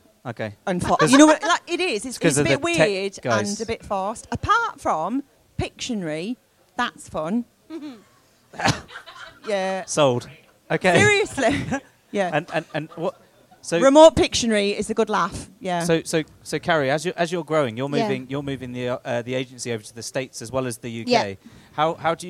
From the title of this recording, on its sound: The Live Event in Brighton - The Tempest Inn